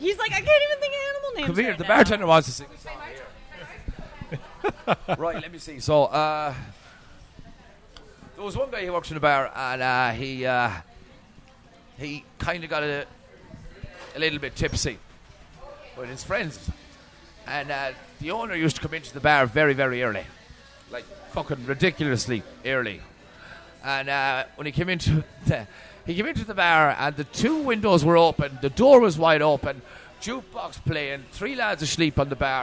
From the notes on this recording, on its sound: This episode was recorded in Peter Dillon's on 36th in Midtown Manhattan in New York City